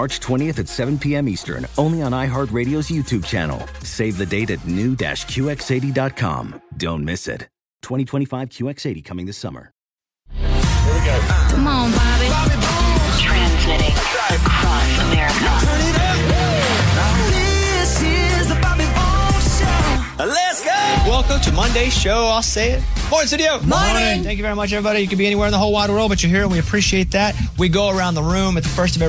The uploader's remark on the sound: With a teacher on the phone to grade him!